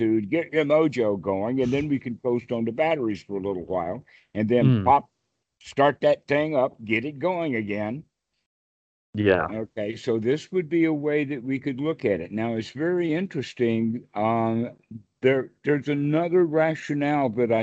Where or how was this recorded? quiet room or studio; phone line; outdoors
phone line